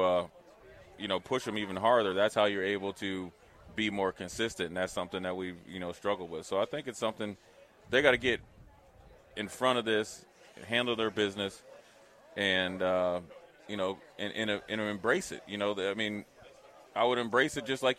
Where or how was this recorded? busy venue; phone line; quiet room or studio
busy venue